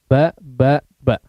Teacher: Di situ ada sifat hiddah, sifat syiddah, sehingga betul-betul menjadi kuat ya. Ketika disukunkan pun ya, saking rapatnya dia akan memantul ya. Cara mensukunkannya adalah dipantulkan atau dengan disertai sifat qalqalah. · ini huruf ba berikutnya tentu saja melibatkan kedua bibir ya, dengan merapatkan antara kedua bibir tanpa celah ya, bahkan huruf ba ini tanpa celah, ditekan dengan cukup kuat.